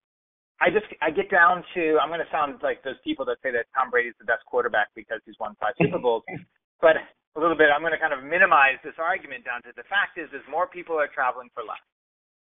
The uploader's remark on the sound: be warned the sound is not great